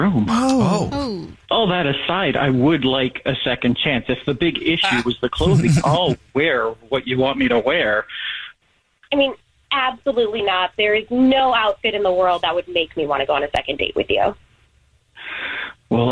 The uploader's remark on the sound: We get that other person on the phone to see why they're "ghosting". One of our listeners is on the phone for a First Date Follow Up because he is not getting a call back from a date he went on, and he has no idea why!